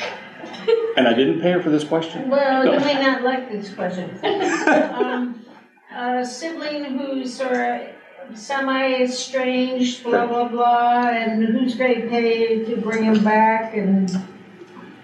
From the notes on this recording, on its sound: Final Arrangements Seminar Day Two. Listen to a recording of the presentation. Answers questions the audience has.